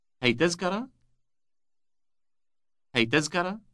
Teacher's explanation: Ask, is this a ticket? Note that by using a rising intonation, you can make it a question